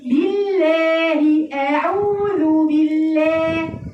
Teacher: ده صوت الاماله وهو إمالة الألف إلى مخرج الياء